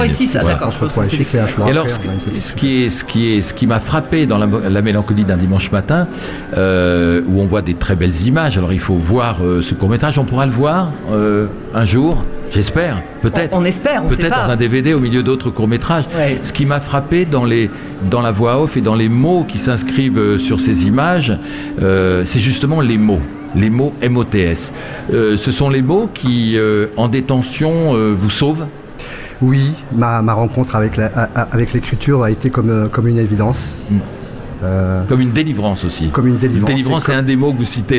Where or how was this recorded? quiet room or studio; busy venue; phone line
busy venue